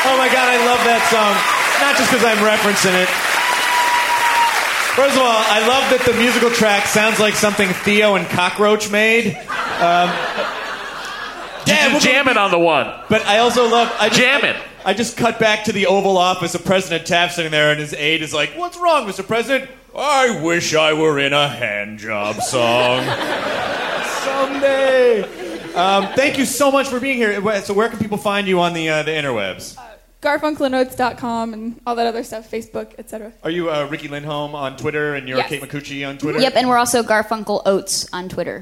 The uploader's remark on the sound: Special live show! We packed our ironic tshirts and trekked up to Seattle for the insanely fun Bumbershoot Festival!